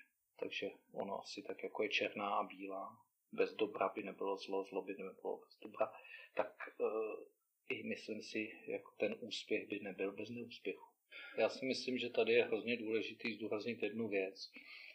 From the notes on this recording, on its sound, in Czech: A to i přes to, že kvalita zvuku celkem pokulhává.